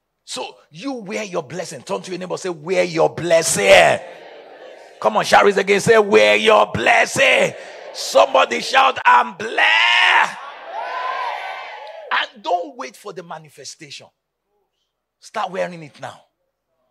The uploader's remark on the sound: Day 2 of the Supernatural Lagon Rain Conference